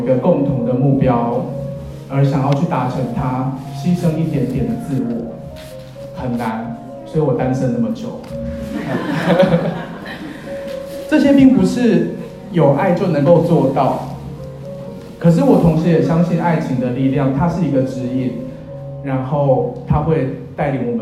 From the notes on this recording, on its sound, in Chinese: 第一次在教堂證婚。Ft.我愛的兩位新人和現場來賓。注意音量，以及因非專業錄音設備，還請見諒。